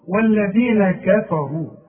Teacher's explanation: الراء مفخمة لأنها مضمومة